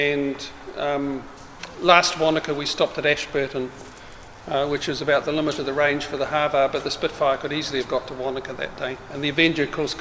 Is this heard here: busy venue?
yes